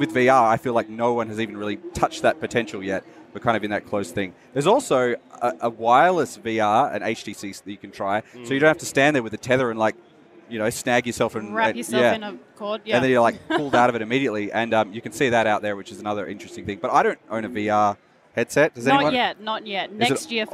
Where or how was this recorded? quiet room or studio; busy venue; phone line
busy venue